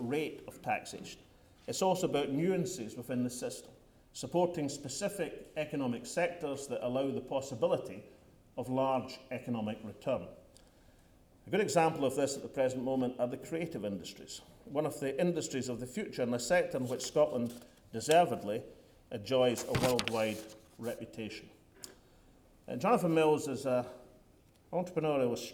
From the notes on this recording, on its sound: The First Minister told a London audience tonight. A capacity crowd at the London School of Economics (LSE). 400-strong gathering.